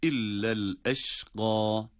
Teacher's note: Ayrıca illel eşqa diye durduğumuz zaman el eşqa kelimesi med ile durulacak. El eşqa bir elif miktar uzatılır.